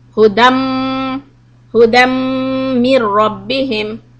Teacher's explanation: That means it is idgham. You have to merge the noon sound into the meem sound.